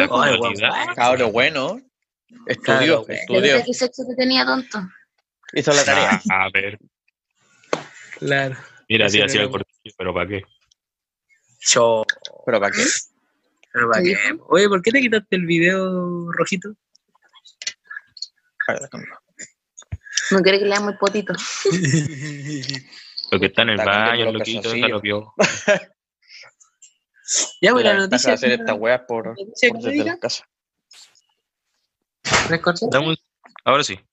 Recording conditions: video call